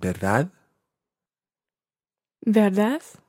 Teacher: It's almost got a silent D on the end.